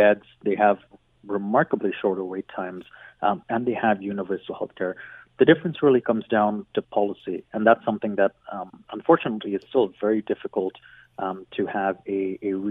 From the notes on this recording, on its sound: opens the phone lines